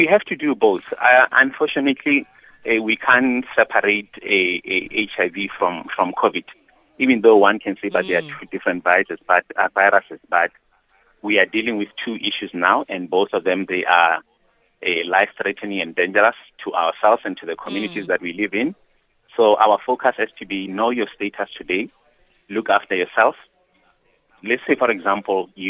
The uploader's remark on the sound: we are joined on the line